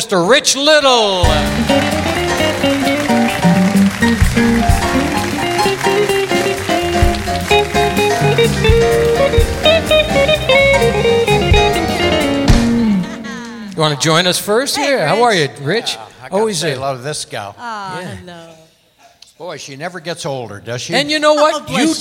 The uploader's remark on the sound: Live at the Southpoint Casino